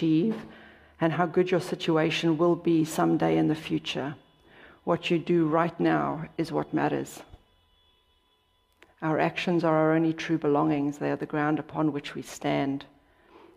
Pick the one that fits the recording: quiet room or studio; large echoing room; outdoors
large echoing room